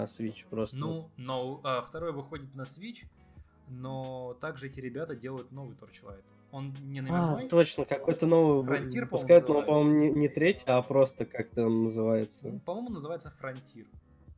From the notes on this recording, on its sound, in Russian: Заранее извиняемся за звук. Забыл про колонки.